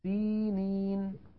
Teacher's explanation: فالياء الأولى والياء الثانية هما مدان طبيعيان في حال الوصل